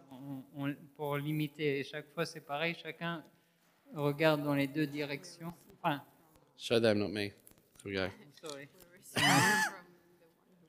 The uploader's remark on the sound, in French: Enregistré à l'église CVV